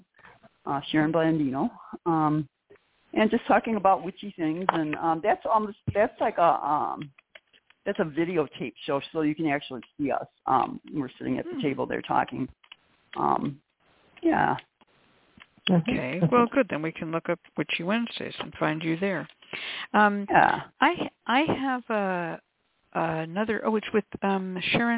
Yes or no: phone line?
yes